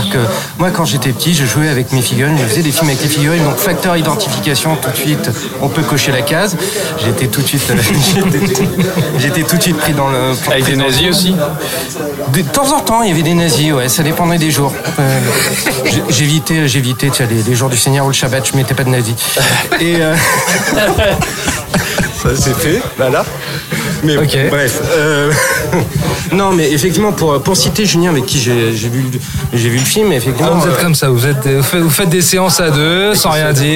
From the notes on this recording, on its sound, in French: Enregistré au Hurling pub (8 Rue Descartes, 75005 Paris), le samedi 12 janvier 2019.